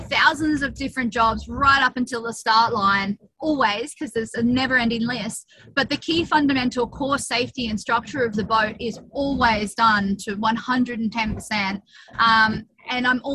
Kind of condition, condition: link, video call